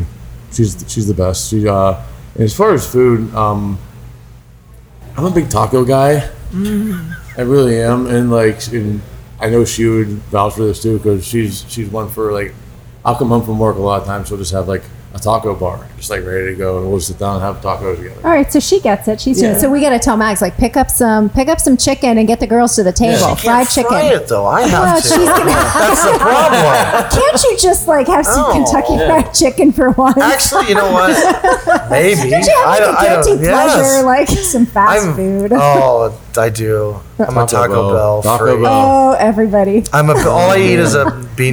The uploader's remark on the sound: on Location at Acorn